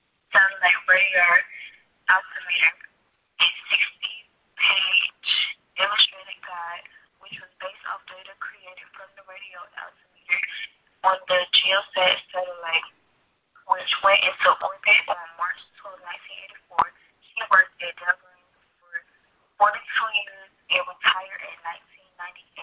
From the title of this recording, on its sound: Conference Call